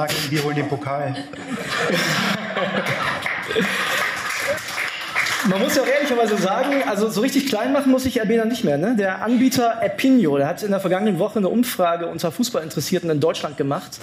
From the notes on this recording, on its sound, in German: Heute gibt es die erste Stammplatz-Folge mit Publikum. Am Freitag traf sich die Fußball-Prominenz bei BILD 100 Sport im Axel-Springer-Hochhaus in Berlin.